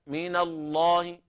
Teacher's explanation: واللام تغلظ في لفظ الجلالة لأنها سبقت بفتح